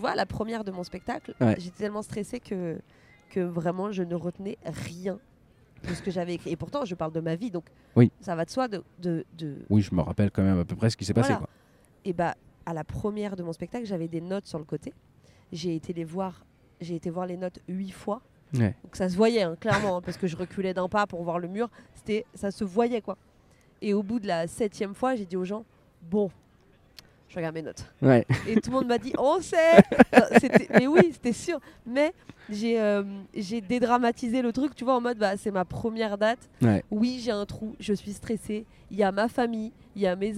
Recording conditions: outdoors